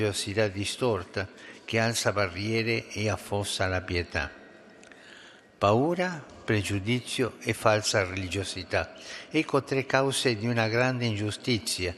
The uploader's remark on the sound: FROM SAINT PETER BASILICA, HOLY MASS WITH THE CANONIZATION CEREMONY